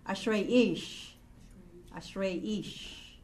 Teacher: The accent is going to be at the last syllable. The last syllable, which is ish.